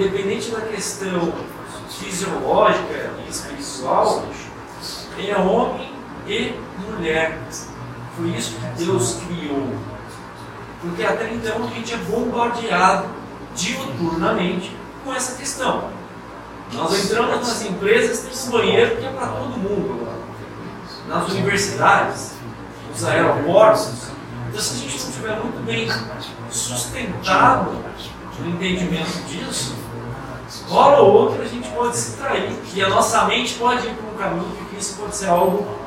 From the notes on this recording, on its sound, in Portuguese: Audio gravado na Igreja Batista Jardim Minesota.